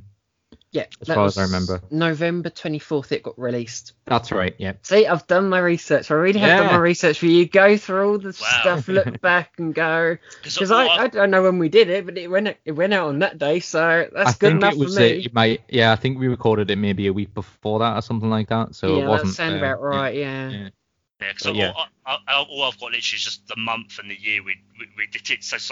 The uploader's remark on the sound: Note we had some technical difficulties whilst recording this over skype.